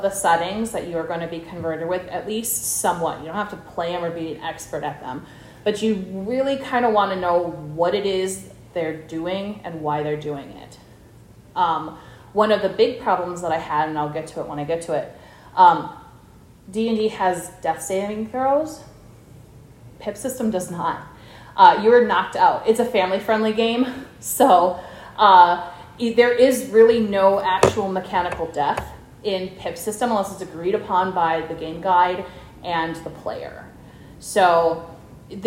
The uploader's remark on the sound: Converting Game Systems Workshop - live at GenCon. Editor Note: I truncated most of the silences in this recording.